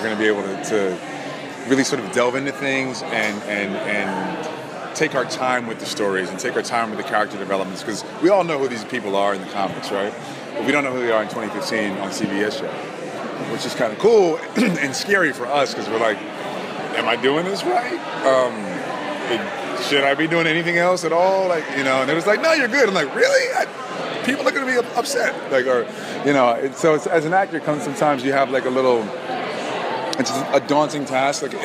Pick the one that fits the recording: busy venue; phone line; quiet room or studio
busy venue